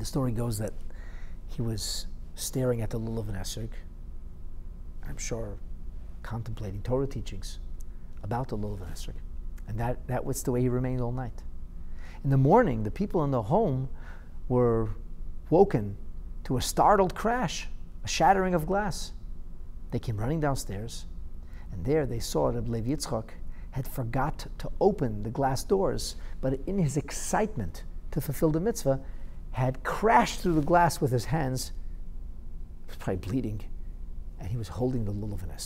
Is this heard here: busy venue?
no